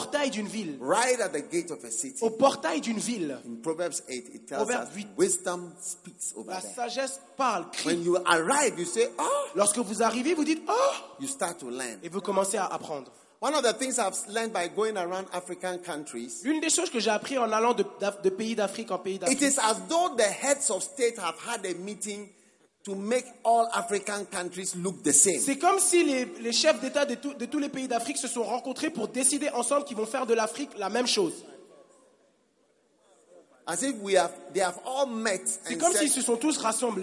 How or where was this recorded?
live audience